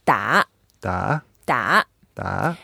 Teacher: But it's a third tone. So we go down and then up.